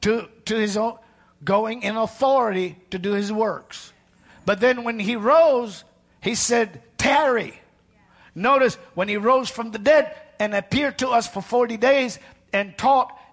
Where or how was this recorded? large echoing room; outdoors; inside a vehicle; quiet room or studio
large echoing room